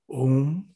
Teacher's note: It is a sound which is produced where the tongue is not touching any part of your mouth. The unadulterated sound which starts in your vocal cord with the sound A, as if rolls out in the form of U, and it ends when the lips touch each other with M. So where the tongue is not touching anywhere when you're producing that sound.